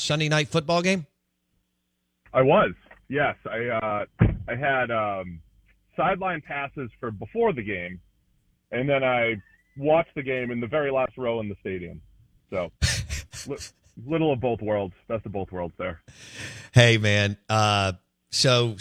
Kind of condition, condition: link, phone line